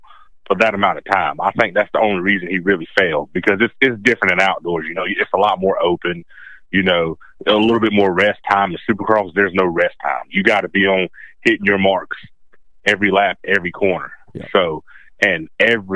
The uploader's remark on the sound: We will have a call in from up-and-coming amateur racer from the North Carolina area. We will have a call-in from 250SX East, another local NC native.